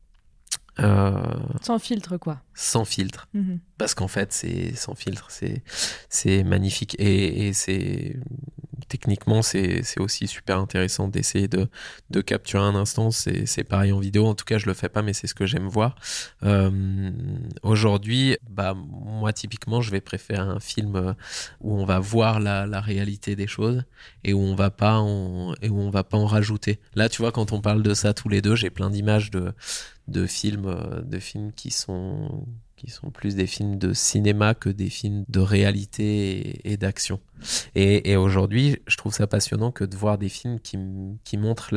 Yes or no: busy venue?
no